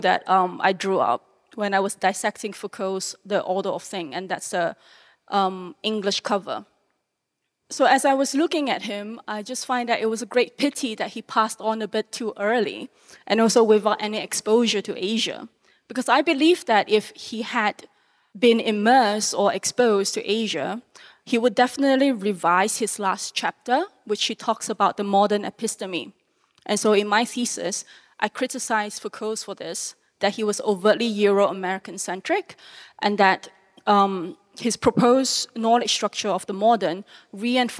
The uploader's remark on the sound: This talk was recorded live in September 2017 at National Gallery Singapore in association with the exhibition "Rediscovering Treasures: Ink Art from the Xiu Hai Lou Collection".